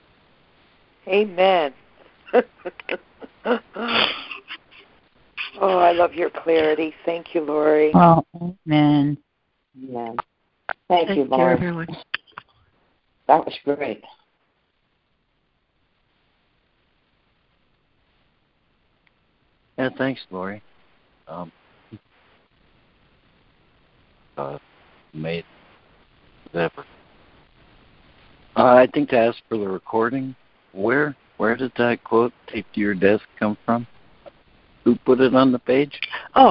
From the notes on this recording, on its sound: ACIM Daily Conference Call